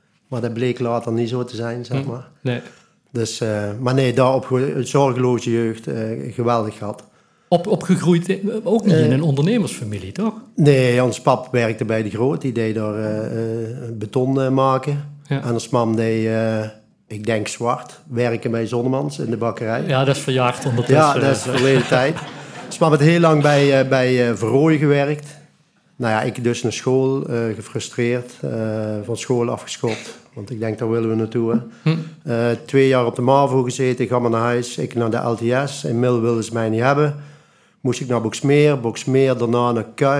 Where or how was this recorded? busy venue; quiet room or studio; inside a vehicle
busy venue